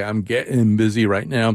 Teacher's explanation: And for example, here in Connecticut, we have this kind of central Connecticut accent, sometimes called a New Britain accent that includes sort of a glottal stop